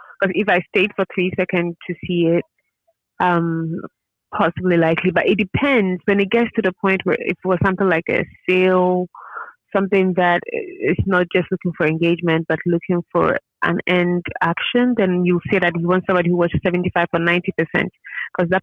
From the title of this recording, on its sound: Phone call with Facebook Ads Representative